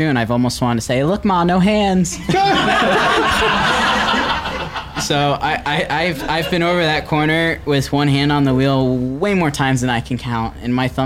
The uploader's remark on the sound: Live at Monterey 2019. In front of a small audience.